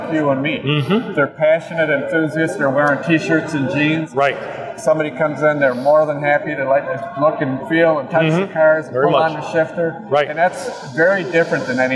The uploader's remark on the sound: LIVE In The Racing Junk Booth At PRI. LIVE from the PRI floor. A HUGE THANKS to Racing Junk for hosting the Get Out N Drive Podcast in their booth!